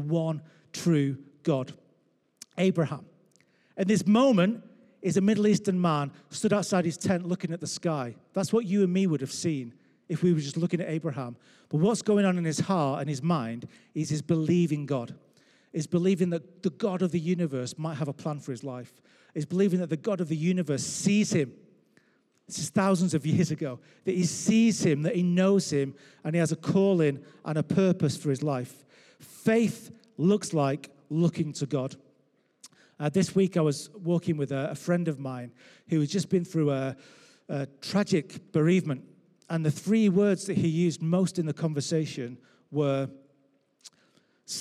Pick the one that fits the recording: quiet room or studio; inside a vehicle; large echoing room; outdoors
large echoing room